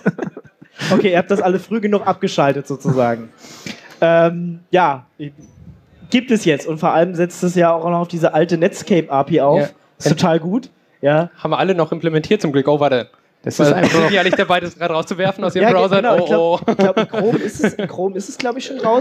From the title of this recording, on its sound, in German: Binärgewitter Live (33c3-sendezentrum)